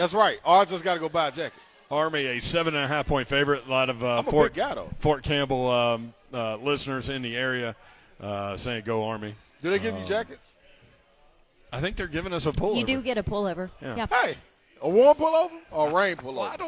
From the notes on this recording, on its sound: live at BWW